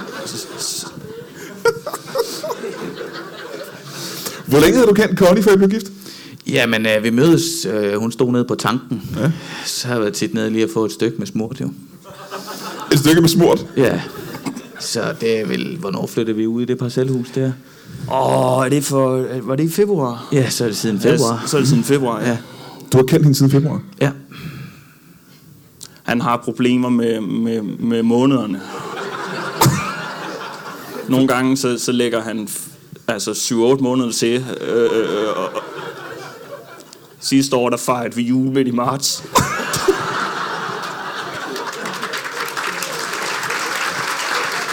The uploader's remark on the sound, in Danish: LIVE fra Comedy Zoo i Aarhus